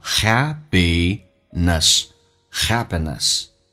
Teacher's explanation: p 发成 b，在美式发音当中叫 happiness